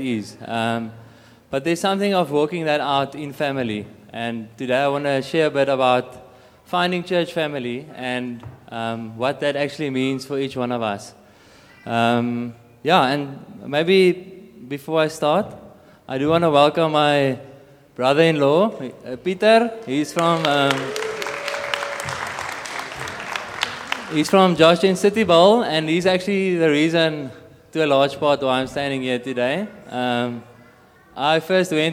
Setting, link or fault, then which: setting, large echoing room